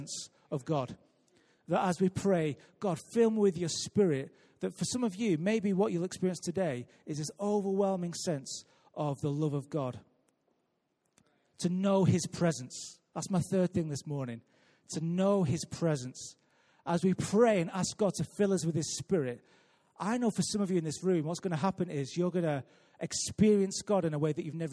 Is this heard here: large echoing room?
yes